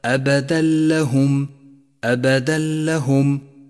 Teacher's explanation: خامسا، لاحظ حكم الإدغام بلا غنة في قوله تعالى أبدا لهم، أبدا لهم، جاء التنوين ثم جاء بعده حرف اللام وهو حرف إدغام بلا غنة، والواجب هنا أن ندغم التنوين بما بعده وأن يسقط لفظه بشكل كامل